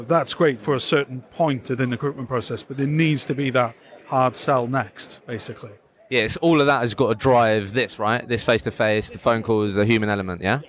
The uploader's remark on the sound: I recently attended the Recruitment Agency Expo in Birmingham, so I thought I would walk around with the microphone and record some podcast episodes